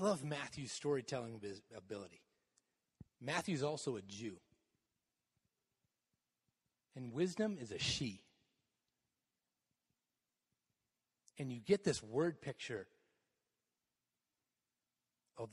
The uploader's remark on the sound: Message delivered in the Contemporary worship service.